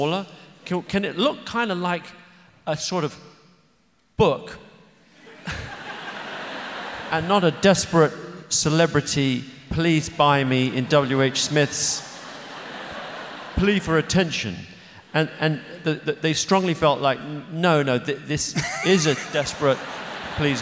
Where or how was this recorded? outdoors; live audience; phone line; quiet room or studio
live audience